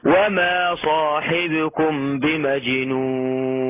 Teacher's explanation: سمعت في قوله تعالى وما صاحبكم كأنها مالت إلى الكسر